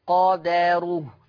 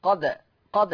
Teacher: حفص عن عاصم يقرأ بالفتح، أما ورش عن نافع فيقرأ بالسكون، ويترتب على السكون القلقلة